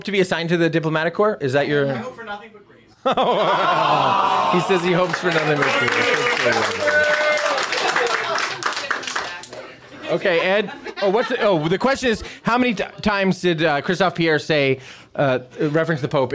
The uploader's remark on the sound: Live from Baltimore! In this live taping of The Pillar Podcast.